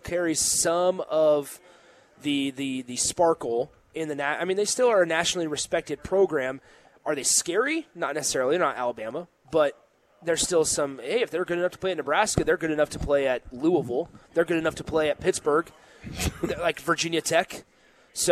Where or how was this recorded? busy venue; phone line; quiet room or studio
busy venue